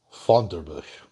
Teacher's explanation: And it's got that hard G thing in the back of the throat.